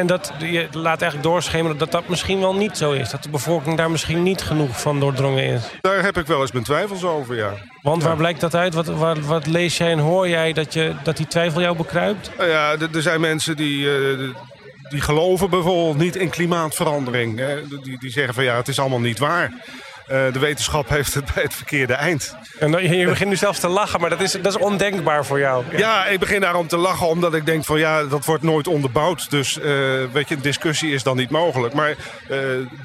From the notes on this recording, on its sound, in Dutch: Deze podcast is opgenomen tijdens het Deltacongres 2019 in Goes, en gemaakt in opdracht van het Deltaprogramma.